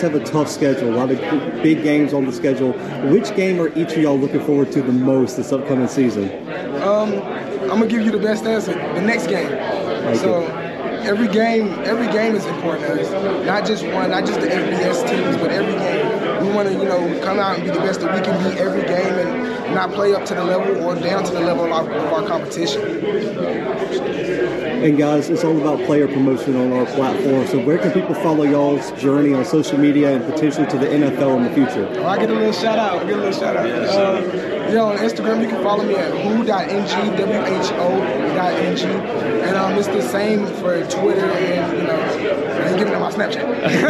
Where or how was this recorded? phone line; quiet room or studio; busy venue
busy venue